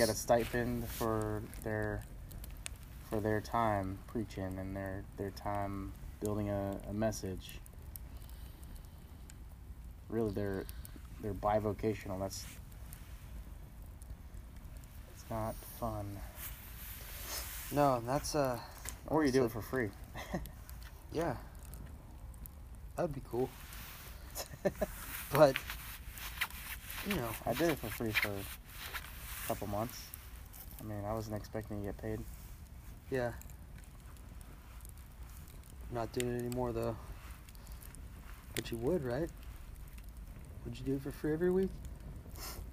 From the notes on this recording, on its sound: Travels out to the country to have a fireside chat.